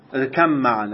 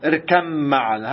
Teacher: تقلب الباء ميم بسبب الإدغام · Shown in: second take